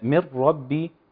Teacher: من ربي، في هنا ادغام بس ما زودش زمن الراء، ما قلش من ربي، لان كده كأني بجيب غنة بالظبط، وده موجود عند حفص بس ببعض الطرق الغير مقروء بيها.